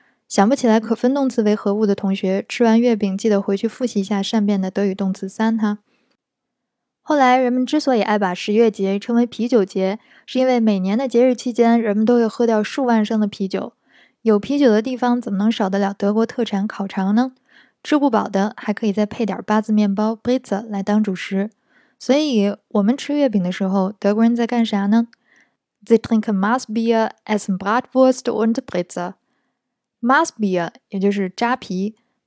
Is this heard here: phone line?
no